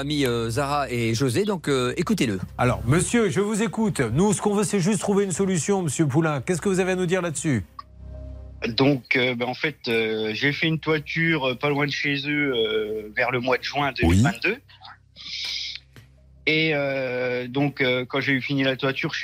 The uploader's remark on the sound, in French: Contacté par téléphone